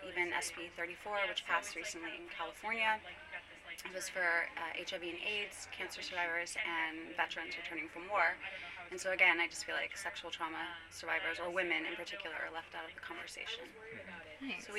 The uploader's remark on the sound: This interview was done on-site at the Women of Cannabis Conference - hence the background noise.